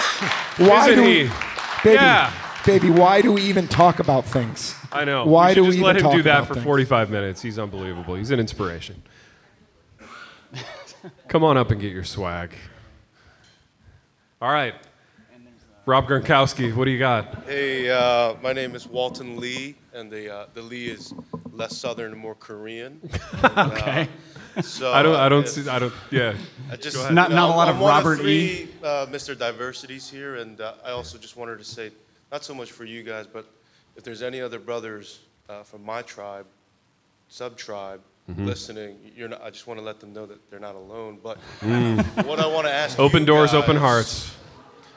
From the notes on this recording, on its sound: INDY LIVE, Part 3: Audience Q&A. LIVE IN INDIANAPOLIS.